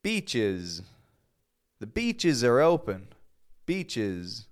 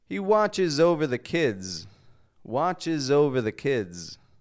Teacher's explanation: S doesn't just sound like zzz, but it sounds like is.